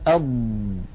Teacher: الاتكاء والضغط هو على هاتين المنطقتين، مع كون المنطقة كلها قد انقفلت هكذا. بعد أن يقرع اللسان بحافتيه ما يوازيه من غار الحنك وينقفل المخرج تماما، ينشأ هنا خلف اللسان ضغط. هذا الضغط، الهواء المضغوط، يجعل اللسان يتقدم قليلا إلى مقدمة الفم. · Term: حرف الضاد